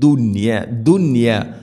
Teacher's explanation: ദുന്യ എന്നത് ഒറ്റ പദത്തിലാണ് നൂനും യാ ഉള്ളത്, അതുകൊണ്ട് അവിടെ ഇദ്ഹാറാണ് ചെയ്യുക. വെളിവാക്കി ഉച്ചരിക്കണം, മണിക്കരുത്.